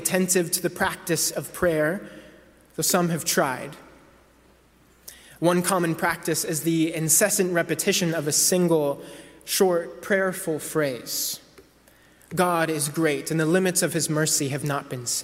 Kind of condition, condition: setting, large echoing room